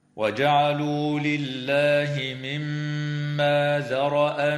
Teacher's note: تغن الميم المشددة في كلمة مما بمقدار حركتين، وتظهر لام التعريف في قوله تعالى: الحرث والأنعام